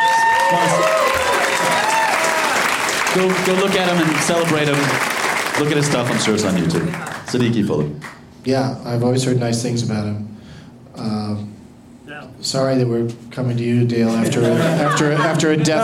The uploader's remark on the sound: Live from Comedy Works in Denver